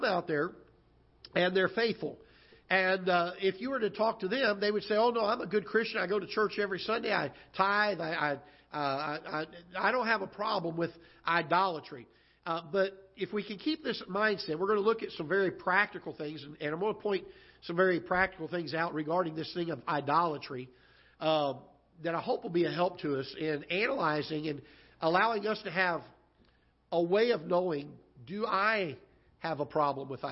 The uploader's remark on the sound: Ketha Heights Baptist Church ~ Live Broadcast